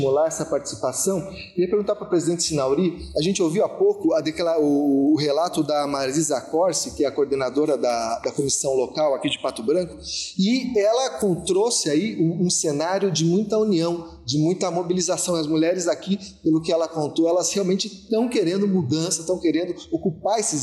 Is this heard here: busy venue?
yes